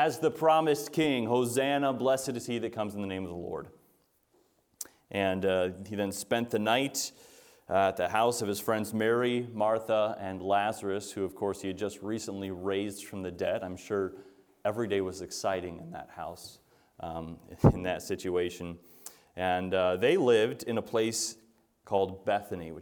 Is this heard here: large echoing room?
yes